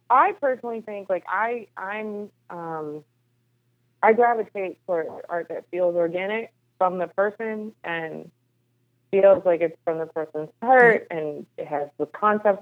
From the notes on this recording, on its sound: Despite the technical challenges the internet did not want us to be great! Although not the best quality, we powered through with the podcast regardless via phone.